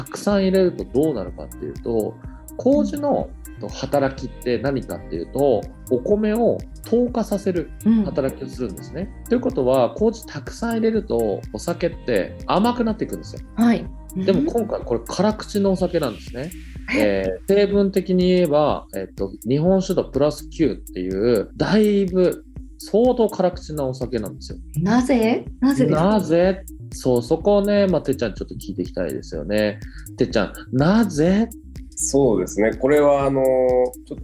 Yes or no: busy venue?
no